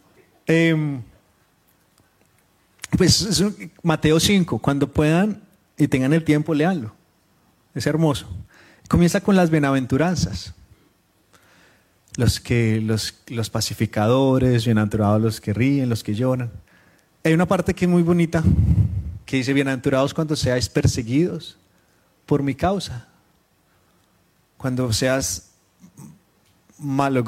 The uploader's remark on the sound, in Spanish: Reunión Familiar en vivo lanzada por Facebook Live el día 18 de Febrero de 2023 en la Familia-Iglesia de Sydney, Australia